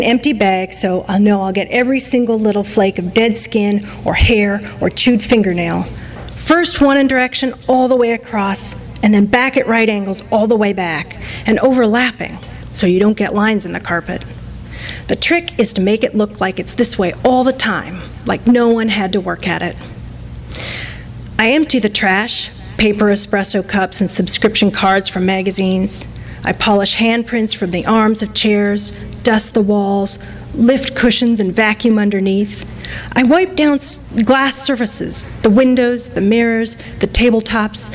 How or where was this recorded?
live audience